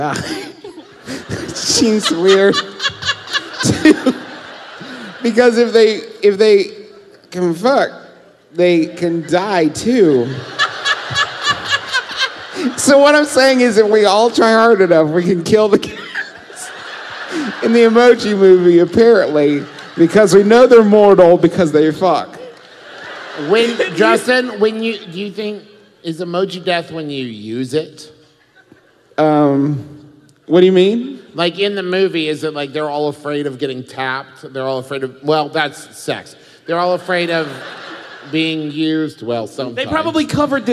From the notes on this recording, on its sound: Once again we are coming to you pre-recorded LIVE from beautiful Washington D.C.!